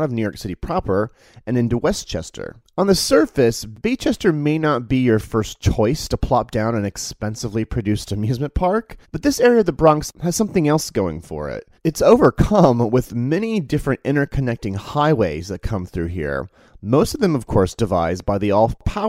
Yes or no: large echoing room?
no